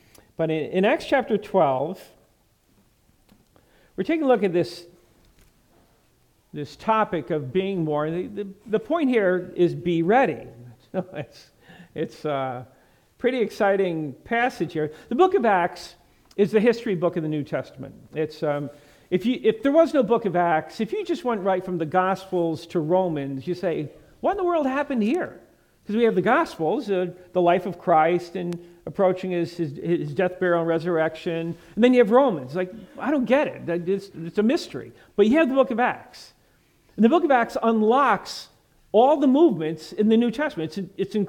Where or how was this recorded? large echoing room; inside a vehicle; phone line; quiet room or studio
large echoing room